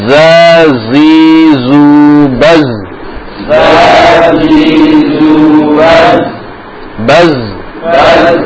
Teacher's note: sofirnya itu bukan aliran nafas, tapi aliran suara. Suaranya yang menjadikan ada bunyi seperti itu.